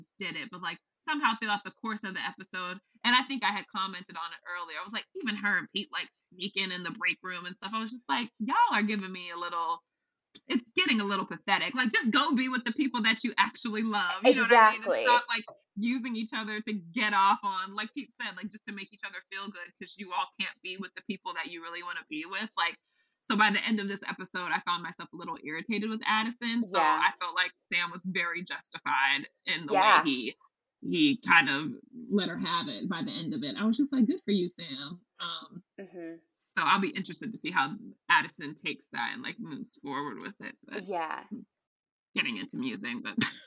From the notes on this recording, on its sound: We had some audio and technical difficulties during this episode